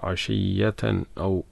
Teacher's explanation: തൻവിന് ശേഷം ഹംസയാണ് ഒട്ടും മണിക്കേണ്ട